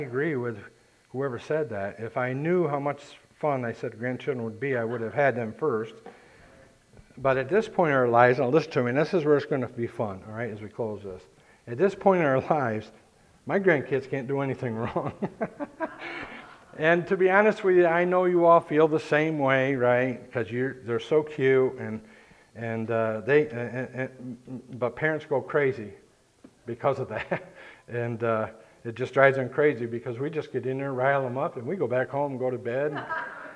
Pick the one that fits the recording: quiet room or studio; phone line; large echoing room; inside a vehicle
large echoing room